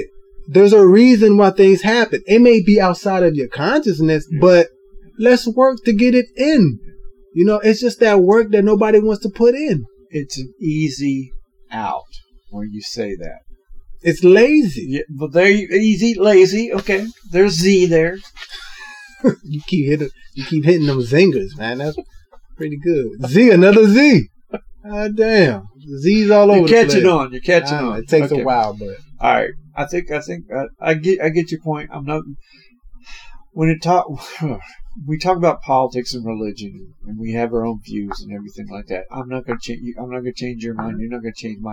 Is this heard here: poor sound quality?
yes